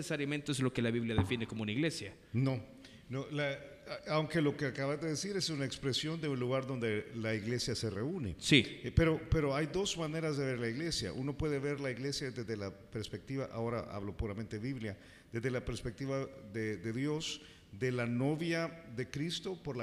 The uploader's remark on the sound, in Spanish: una grabación en vivo desde Paradigma